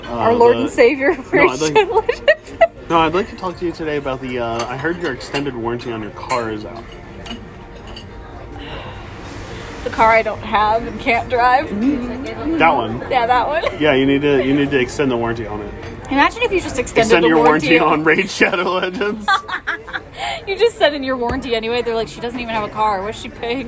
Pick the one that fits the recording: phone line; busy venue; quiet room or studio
busy venue